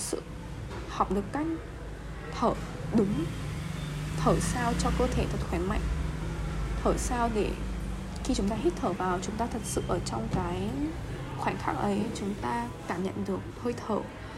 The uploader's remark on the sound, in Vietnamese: Ghi âm xong rồi mình mới phát hiện chỗ mình ở ồn thật đấy.